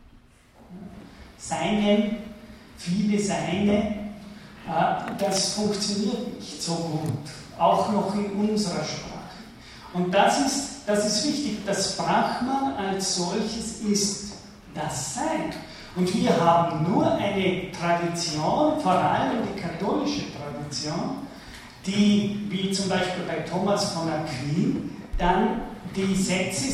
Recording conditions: large echoing room